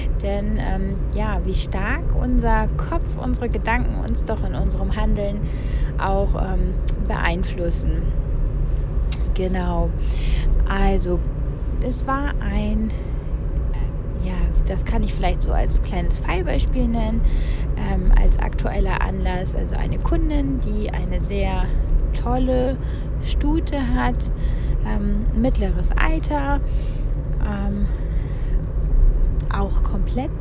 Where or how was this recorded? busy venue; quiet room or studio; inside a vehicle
inside a vehicle